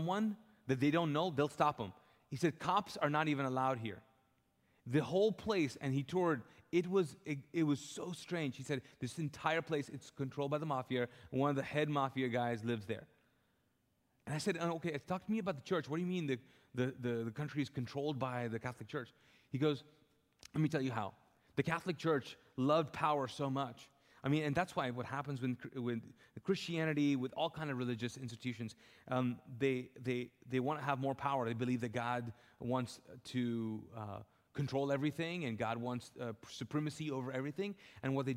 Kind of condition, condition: setting, large echoing room